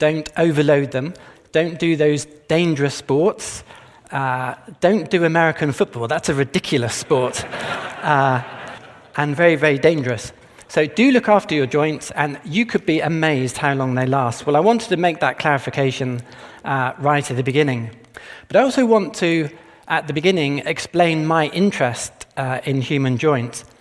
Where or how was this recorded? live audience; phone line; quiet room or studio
live audience